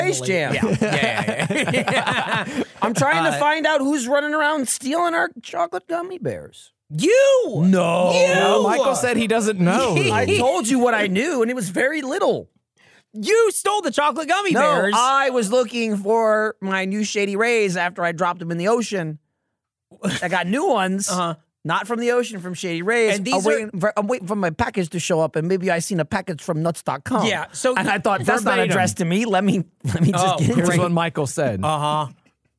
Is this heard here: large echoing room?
no